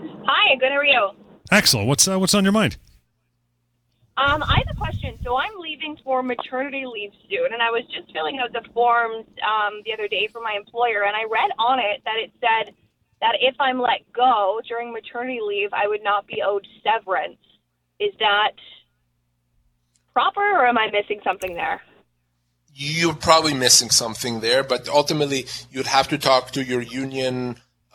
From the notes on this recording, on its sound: answers your questions and phone calls